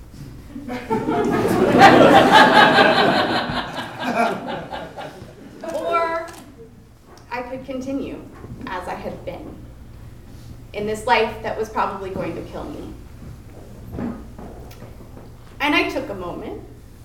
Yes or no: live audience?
yes